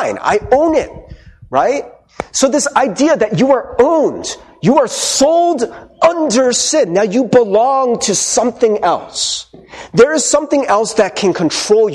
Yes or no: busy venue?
no